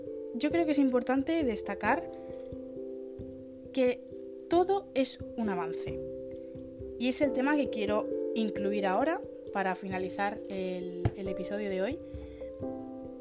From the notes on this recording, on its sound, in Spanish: Perdón si la calidad del audio no es muy buena, la gente decidió hacer mucho ruido en la calle cuando lo grabé.